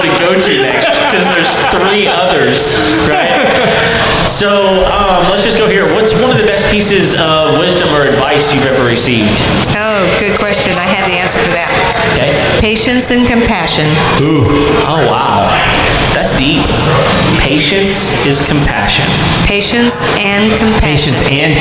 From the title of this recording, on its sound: That time we did a live show